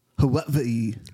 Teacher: In the Hawaiian language, W is pronounced with a V.